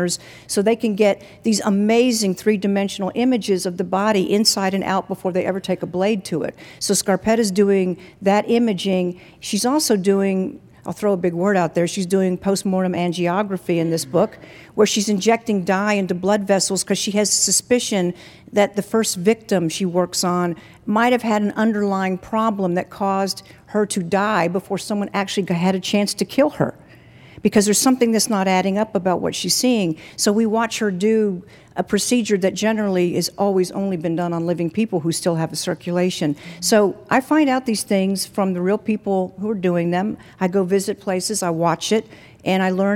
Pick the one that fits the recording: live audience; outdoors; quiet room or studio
live audience